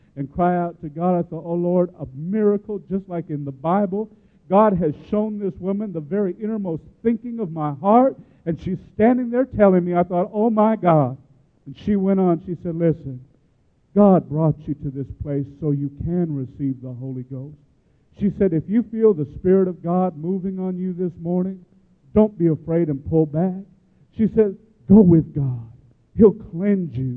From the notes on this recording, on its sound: gives his testimony in Baton Rouge, LA at Life Tabernacle Church